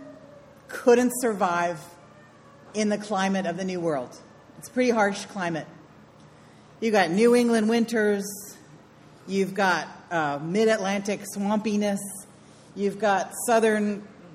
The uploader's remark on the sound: Sermon delivered on September 29, 2019. It's Celebration Sunday.